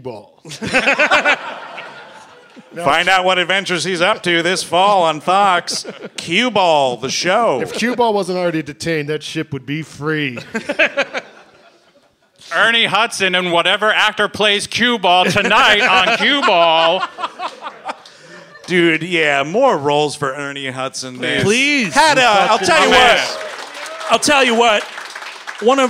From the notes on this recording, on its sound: Live in Charlotte. Recorded live at the Comedy Zone. In Charlotte, NC.